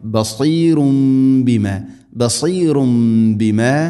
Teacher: തൻവീന് ശേഷം ബാ വന്നാൽ തൻവീനിനെ മീമാക്കി മാറ്റണം. ഇഖ്ലാബ് എന്ന് പറയും, മണിച്ചുകൊണ്ട് ഉച്ചരിക്കണം.